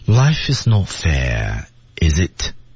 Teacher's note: fair 后面有一处明显的停顿啊